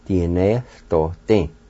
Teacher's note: there's kind of a faint H sound between the E and the L